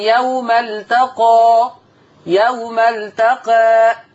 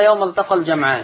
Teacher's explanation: الفتح والتقليل عمره ما يبقى في الوصل في هذه الكلمة · Shown in: first take · يبقى لما نقف نقول يوم التقى يوم التقى الاثنين في الوقف، لما نوصل مفيش لا فتح ولا تقليل لان ما بقاش في الف في الوصل.